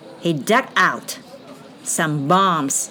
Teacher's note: 含有鼓起来的含义，但是 b 不发音，m 直接发 m